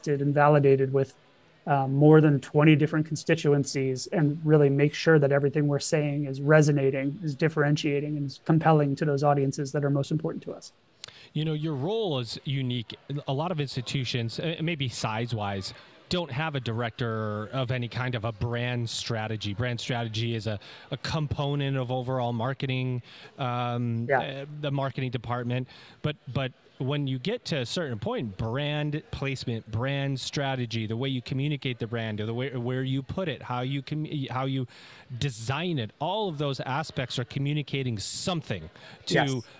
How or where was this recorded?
busy venue